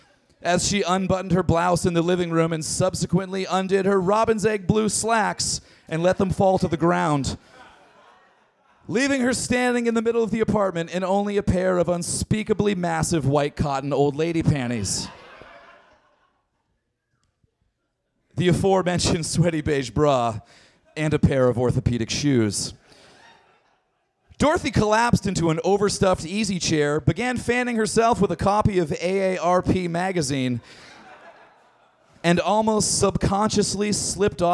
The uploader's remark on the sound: Recorded August 10, 2012 at the Brody Theater in Portland, OR.